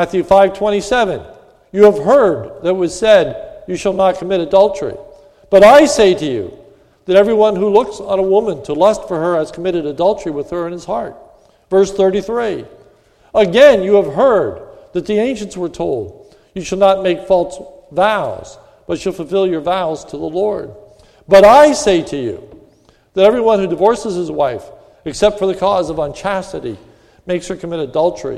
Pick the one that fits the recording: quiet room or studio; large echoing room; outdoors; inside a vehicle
large echoing room